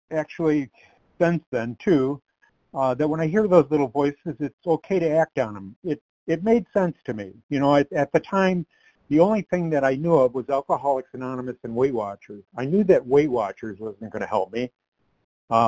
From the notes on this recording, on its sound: From the 100 Pounders Phone Meeting.